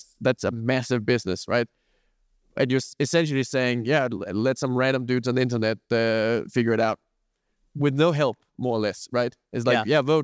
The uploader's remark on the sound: Live from Breakpoint. In this episode live from BP 2023.